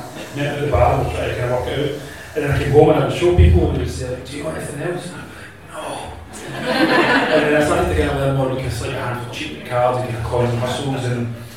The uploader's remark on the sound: This was a live event and so the sound quality isn’t quite the usual standard. In front of a live audience at 18 Candleriggs in Merchant City Glasgow.